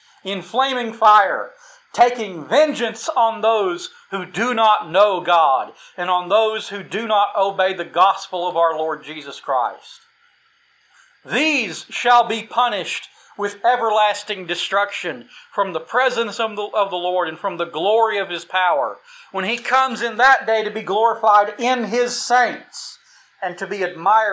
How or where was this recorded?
large echoing room